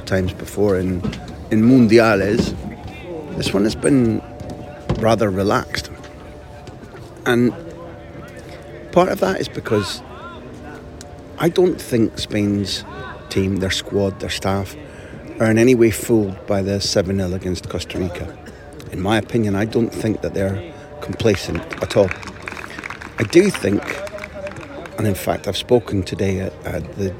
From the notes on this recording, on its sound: Live! From the rondo! I hope you enjoy hearing in the background to this report the fun the Spain players were having as I recorded during their training session.